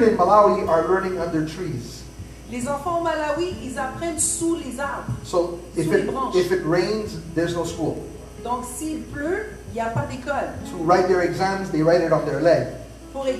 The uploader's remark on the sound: LIVE AT THE HUB